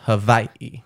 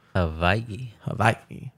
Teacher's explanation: Apparently it was pronounced Hawaii, a very soft W.